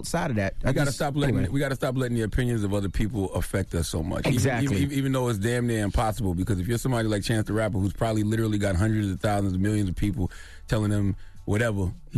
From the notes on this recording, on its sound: We opened up the phone lines.